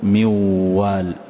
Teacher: أحذف النون تماما وأنطق الواو فأقول موال لكن أضع غنة. وإذا عرفت، وإذا أردت أن تعرف هل الحرف خرج من الغنة أم لا، فأغلق الأنف، فإن استطعت أن تنطق الحرف مع إغلاق الأنف معناه ما نطقت بالغنة، وإن أغلقت الأنف ونطقت وقلت موال ولا استطاع الحرف أن يخرج فأعلم أن الحرف صحيح.